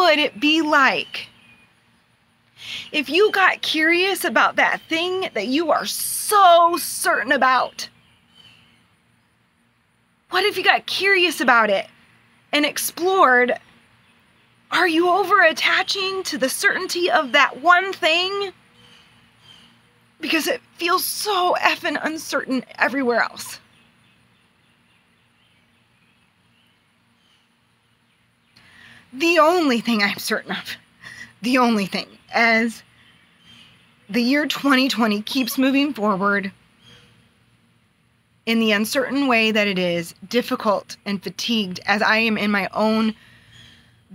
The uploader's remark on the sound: outside, on my phone